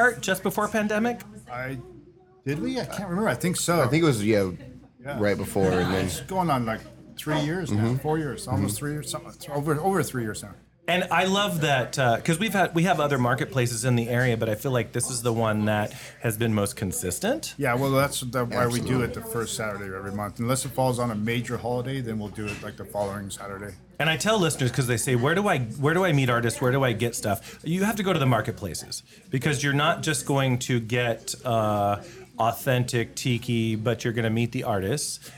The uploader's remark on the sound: LIVE recording at the Bamboo Club in Long Beach